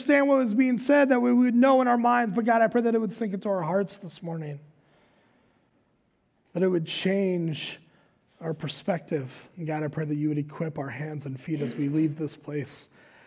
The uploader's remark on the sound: Recorded live at Word of Life Church in Le Sueur, Minnesota on November 21st, 2021